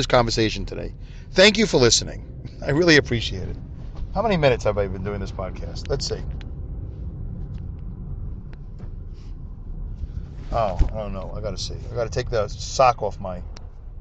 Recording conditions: inside a vehicle